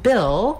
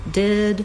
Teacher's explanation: the vowel I, which is a lax high front vowel